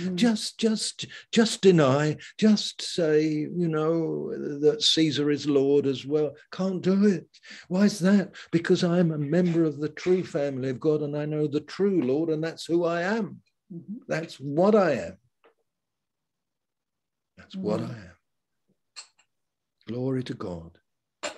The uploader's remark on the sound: Malaysia Meets (Zoom)